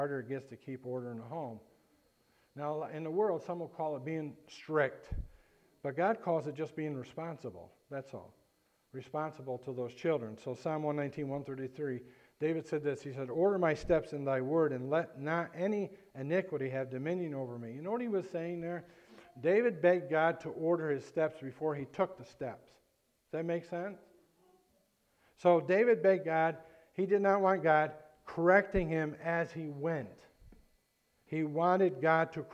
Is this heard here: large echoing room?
yes